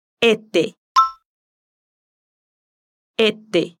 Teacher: no pronuncia la S y lo dice más o menos así.